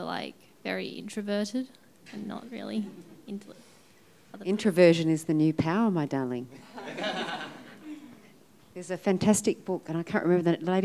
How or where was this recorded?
live audience